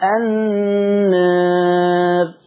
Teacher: الالف انت مقللها مش فتح، لو فتحتها تبقى النار، لكن انا بقول النار. · Term: التقليل